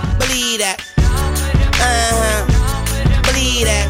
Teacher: Listen to how one says believe that. Well, that comes out in Black English as dat, and so you've got a D coming up. Listen to believe dat, and a lot of you will realize that that's the way it's pronounced in fluent Black English.